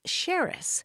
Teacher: And that city's name was originally spelled X-E-R-E-S. And in the olden days, it had an S-H sound at the beginning of it